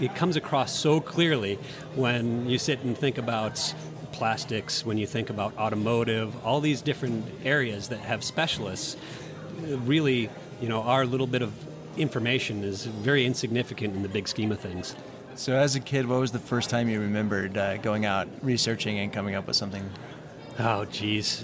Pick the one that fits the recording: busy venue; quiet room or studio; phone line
busy venue